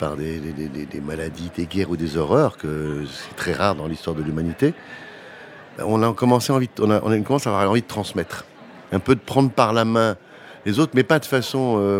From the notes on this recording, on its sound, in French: Une émission enregistrée en mai 2022 lors de l'évènement Change Now à Paris.